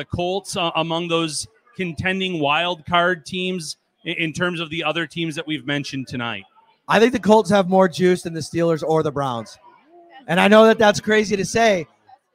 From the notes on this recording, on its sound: Live from Wingnutz at 700 Military Rd. Come out to Wingnutz North Buffalo for "SHOUT!" Live on Saturday night. They'll host a live edition of the podcast and chat with everyone before and after the show.